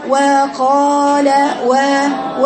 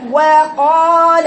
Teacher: هاتي الواو قوية فيها جهر · Shown in: second take · لأن الجهر صفة قوة، ما ينفعش تبقى عنده صفة قوة ويبقى فيه جهر وأنا حولها لصفة ضعف فيه نفس.